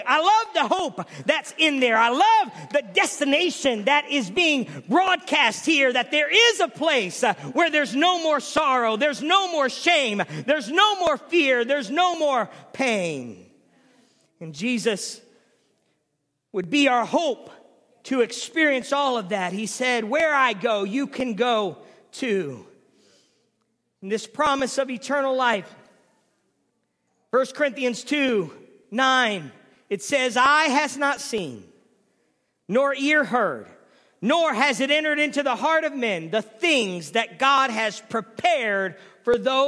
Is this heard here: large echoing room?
yes